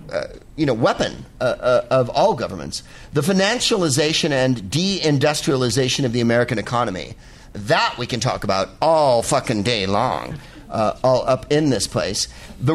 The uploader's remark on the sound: Live from the Punchline in Sacramento